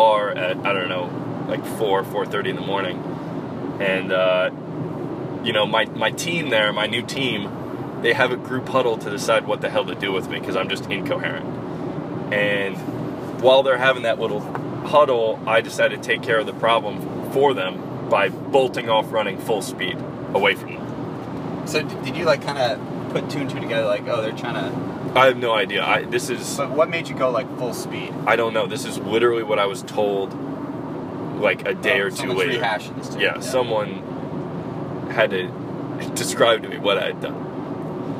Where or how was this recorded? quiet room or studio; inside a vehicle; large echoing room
inside a vehicle